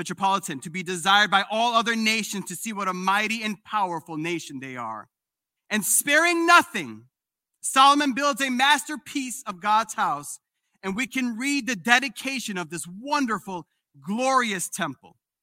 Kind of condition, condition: setting, large echoing room